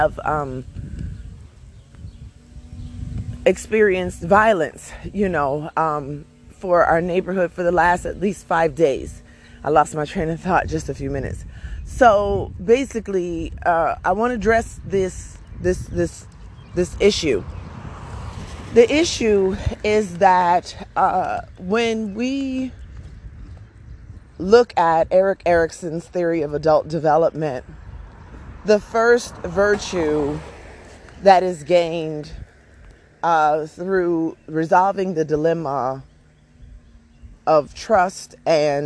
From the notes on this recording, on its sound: A short conversation and a few thoughts while walking my Dog.